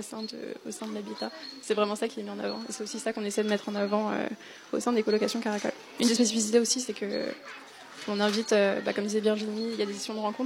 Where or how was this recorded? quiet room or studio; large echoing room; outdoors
outdoors